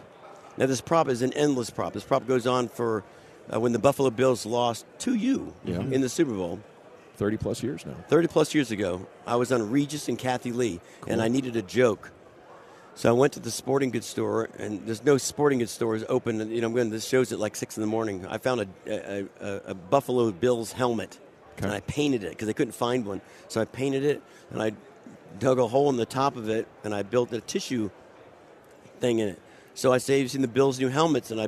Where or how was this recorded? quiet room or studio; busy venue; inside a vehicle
busy venue